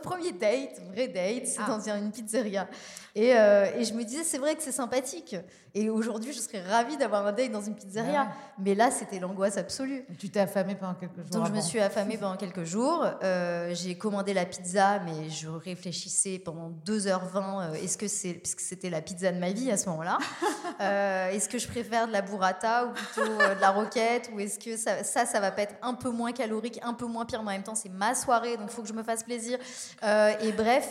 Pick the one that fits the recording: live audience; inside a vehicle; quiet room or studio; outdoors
live audience